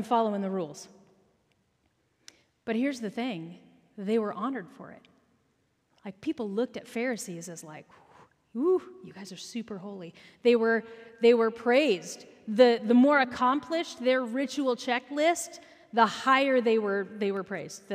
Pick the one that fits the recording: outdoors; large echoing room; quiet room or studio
large echoing room